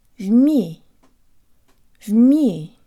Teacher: There's almost a Y sound built into the M.